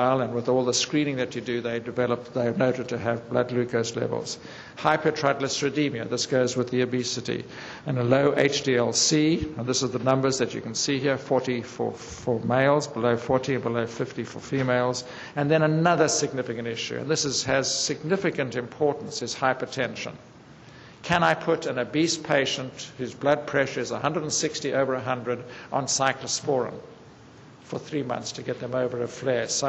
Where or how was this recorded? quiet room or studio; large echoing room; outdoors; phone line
large echoing room